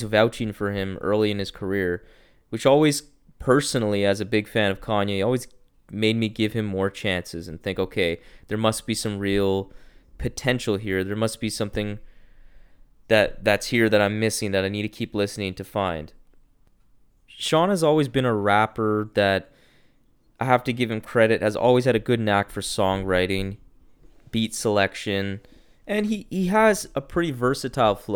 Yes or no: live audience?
no